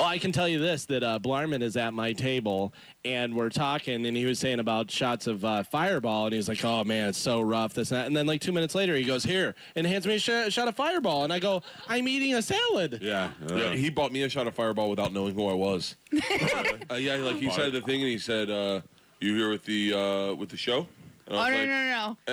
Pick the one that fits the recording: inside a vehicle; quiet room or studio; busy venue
busy venue